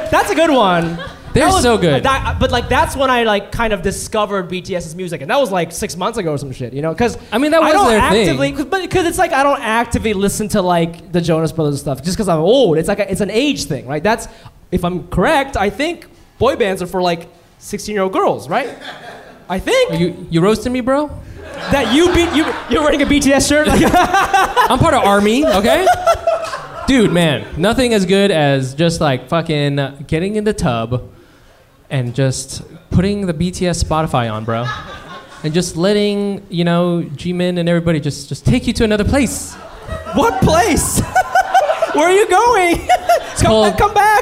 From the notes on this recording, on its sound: We popped our live podcast cherries on 9/24/19